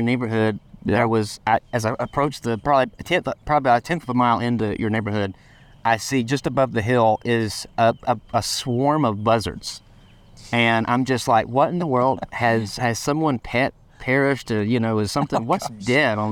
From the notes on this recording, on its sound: Today, we're recording lake-side among the turtles and the birds—along with a friendly heron fishing for an afternoon snack—and never mind a swarm of buzzards to greet me as I enter his neighborhood.